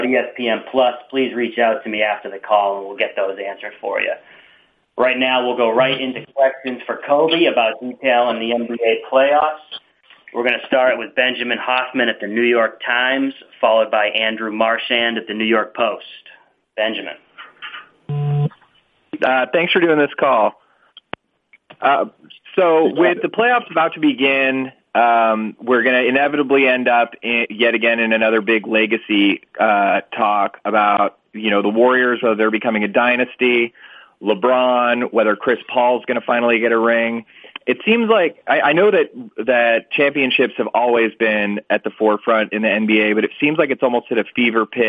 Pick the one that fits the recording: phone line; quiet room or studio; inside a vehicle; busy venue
phone line